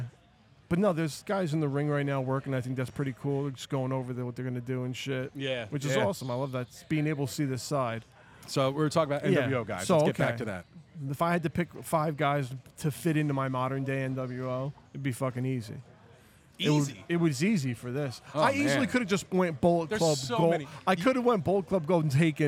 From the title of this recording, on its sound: Live From The Premier Wrestling Showcase